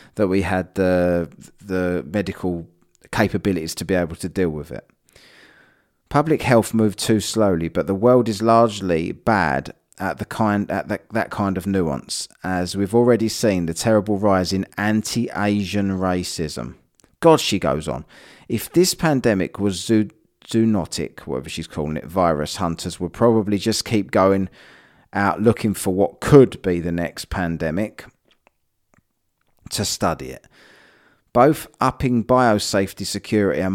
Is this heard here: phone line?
no